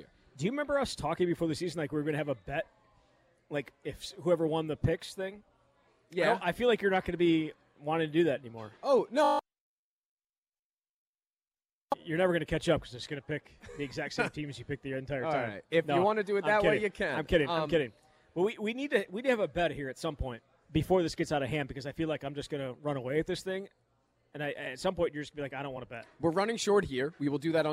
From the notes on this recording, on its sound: live at Monk's Bar and Grill in Sun Praire